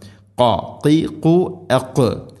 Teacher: തൊണ്ടയുടെ മുഗൾ ഭാഗവും കഴിഞ്ഞ് ചെറുനാക്ക്, ചെറുനാക്കിൻ്റെ ആ ഒരു ഭാഗത്ത് നിന്നാണ് ഖാഫിൻ്റെ ശബ്ദം.